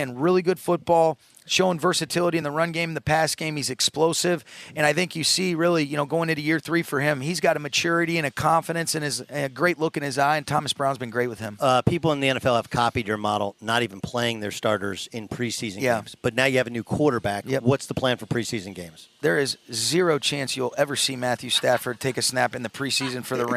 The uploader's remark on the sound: live from Rams Training Camp in Irvine, CA!